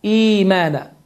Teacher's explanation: Baxın, iki hərəkə miqdarında uzadılır ki, bu uzatmanın da adı məddül bədəl adlanır.